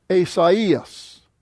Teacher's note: the vowels are not supposed to be spoken together, they're supposed to be split apart. Instead of I, it's I. · Term: diéresis